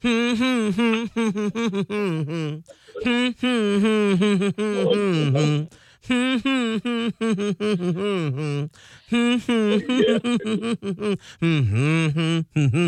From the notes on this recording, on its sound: can they pull through this time while on the phone?